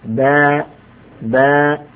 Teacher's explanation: إذا لم تحرص على الشدة والجهر في حرف الباء قد يولد ذلك فاء